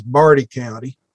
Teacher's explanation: There was a big, you might say, maybe north of England or Scottish R sound.